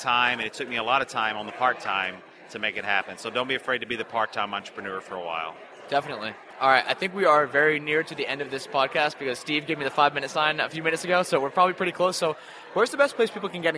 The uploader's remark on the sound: In today’s episode, I get a chance to interview him LIVE at FinCon to share his financial journey. At this LIVE FinCon 2018 interview, there were OVER 2,000 people at the event!